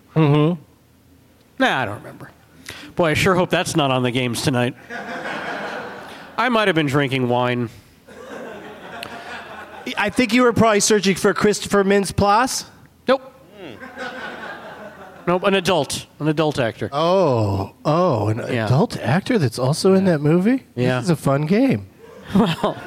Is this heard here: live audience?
yes